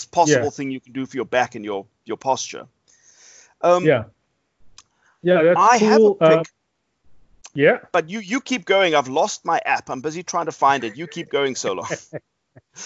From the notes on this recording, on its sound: Recorded via Skype